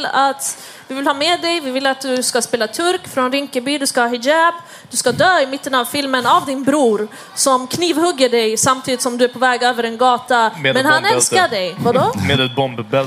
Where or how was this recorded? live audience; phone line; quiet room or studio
live audience